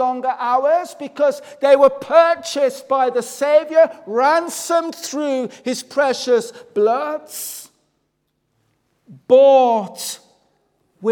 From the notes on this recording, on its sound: Sunday Morning. This audio was recorded at the Lifeboat Fellowship, Grange Corner, Moy.